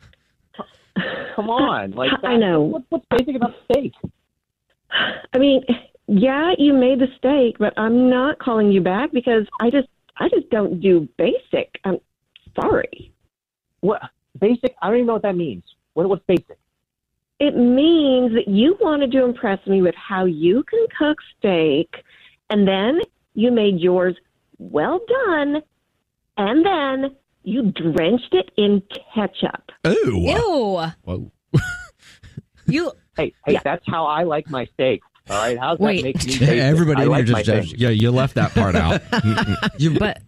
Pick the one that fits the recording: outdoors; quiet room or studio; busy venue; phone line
phone line